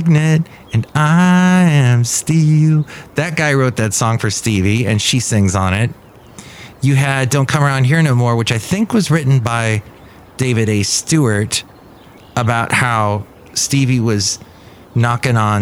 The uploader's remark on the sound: podcasts live from Café Anyway